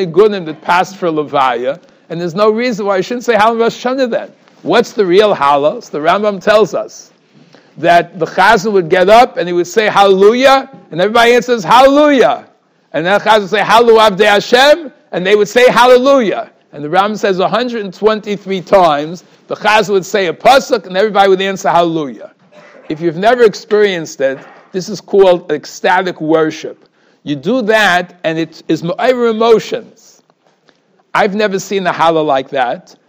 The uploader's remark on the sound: Shiur recorded in Yeshivas Ohr Reuven, Monsey, NY.